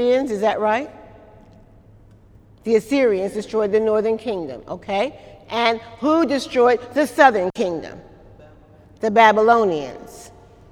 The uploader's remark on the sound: During Wednesday night service on July 11, 2018.